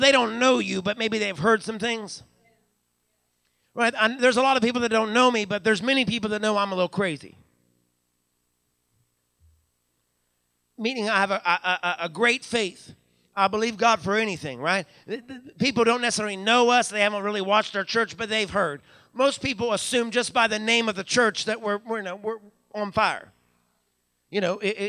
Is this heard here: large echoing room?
yes